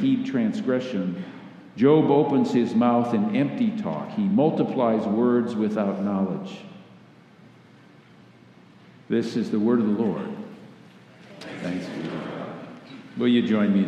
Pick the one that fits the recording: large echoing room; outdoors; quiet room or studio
large echoing room